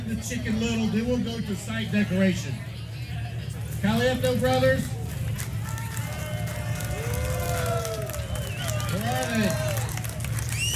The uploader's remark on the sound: Live at the Hammond BBQ Challenge, Louisiana. The town was packed as the whole community came out to support the event and raise money for the local community which was heartwarming to see.